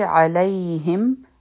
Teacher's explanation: عین به د حلق نه وایو